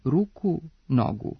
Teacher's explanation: sa kratkosilaznim, a ne sa kratkouzlaznim akcentom u genitivu množine, mnogo ruku, nogu.